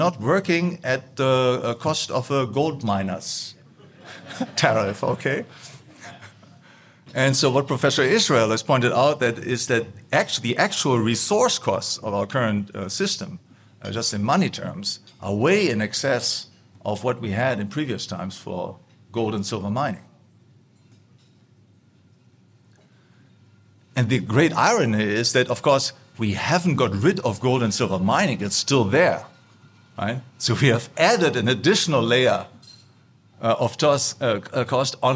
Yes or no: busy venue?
yes